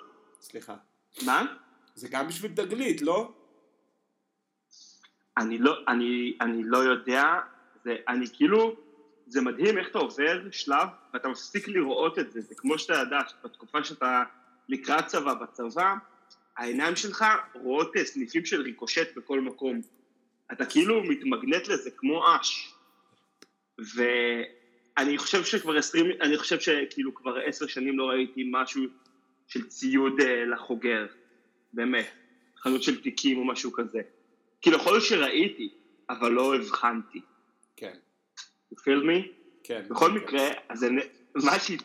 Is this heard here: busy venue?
no